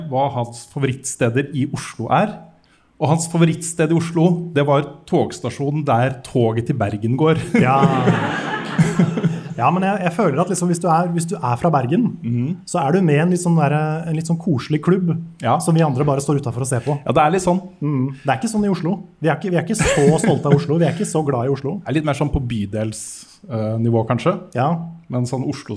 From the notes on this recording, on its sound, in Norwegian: Vi kjører live fra Spillhuset i Bergen i ukens episode, med et entusiastisk og tallrikt publikum